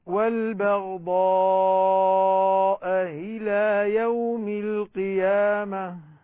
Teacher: طبعا إخواني ننتبه إلى الهمزتين من كلمتين إذا كانتا مختلفتين، الهمزتان مختلفتين، البغضاء إلى، الأولى مفتوحة الثانية مكسورة، تسهل الهمزة الثانية عند ورش